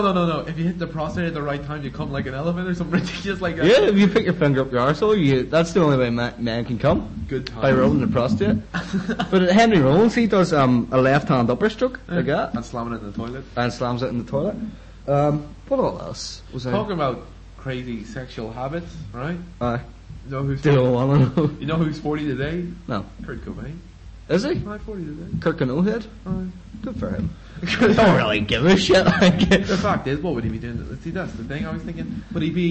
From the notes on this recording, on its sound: Sorry for being recorded too loud.